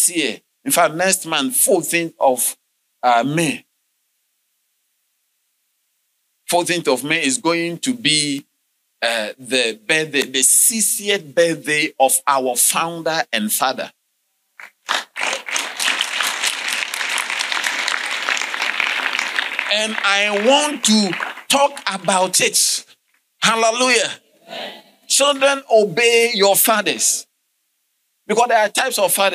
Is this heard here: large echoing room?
yes